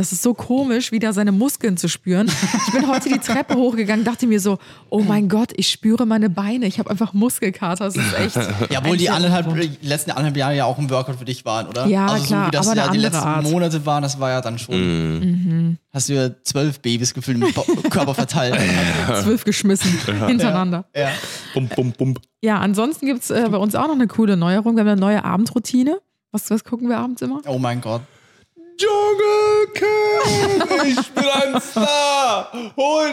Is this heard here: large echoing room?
no